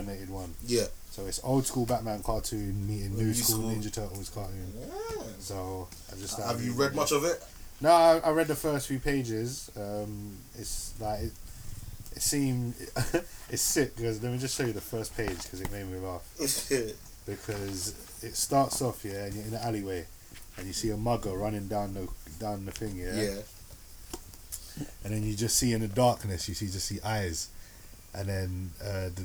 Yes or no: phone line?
no